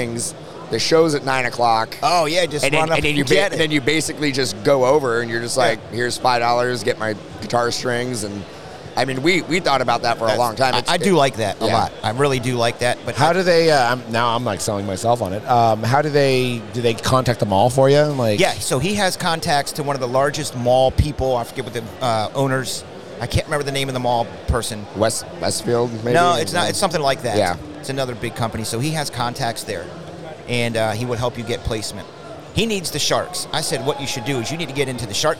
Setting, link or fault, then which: setting, busy venue